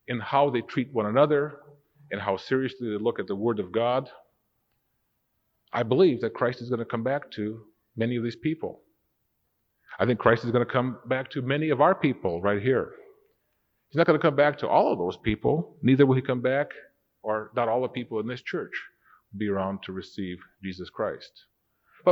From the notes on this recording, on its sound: Recorded September 28, 1992 in the Worldwide Church of God. This was recorded when I was Assistant Director of Church Administration for the Worldwide Church of God in Pasadena, California.